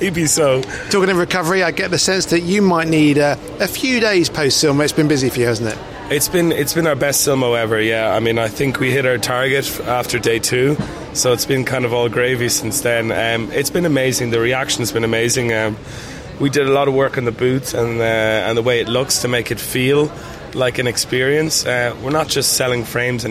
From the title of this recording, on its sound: "live" from Silmo Paris 2023